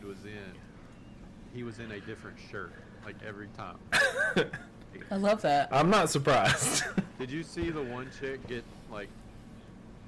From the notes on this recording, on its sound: Sorry the audio is a bit off